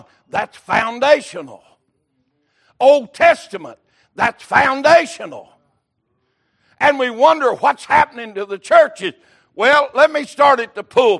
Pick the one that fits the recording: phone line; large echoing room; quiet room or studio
large echoing room